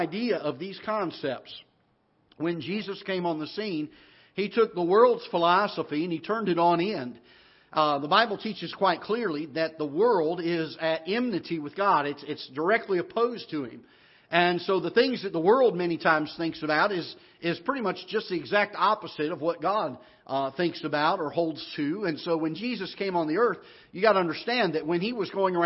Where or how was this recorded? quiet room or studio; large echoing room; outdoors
large echoing room